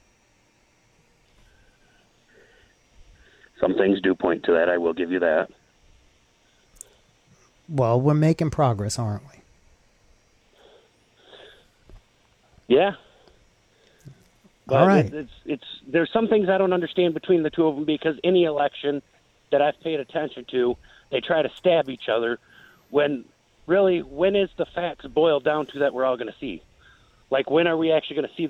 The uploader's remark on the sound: Called my SiriusXM show this week. This was an actual rethinking — within a phone call.